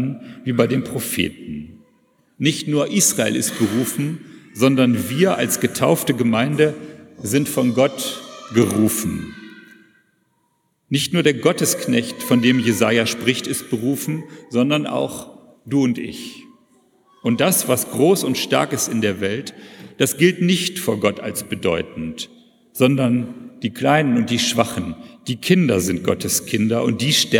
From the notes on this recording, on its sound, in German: predigt in einem Gottesdienst mit Kantorei, Taufen und Abendmahl